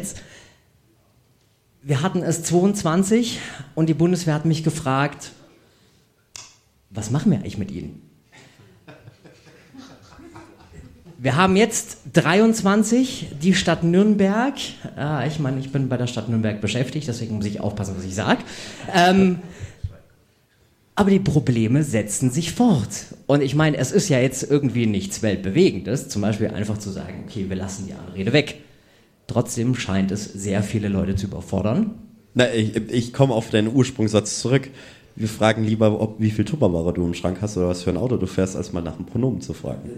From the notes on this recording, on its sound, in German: Live im Afterwork.